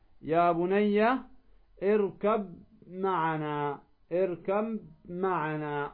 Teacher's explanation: أما ما أدغمه حفص من المتجانسين هو الباء في الميم في موضع واحد، يا بني اركب معنا، ما تقول اركب معنا، لا، تدغم الباء في الميم · Term: إدغام المتجانسين